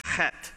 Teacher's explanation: It is pronounced chet. The H there is pronounced with the guttural ch.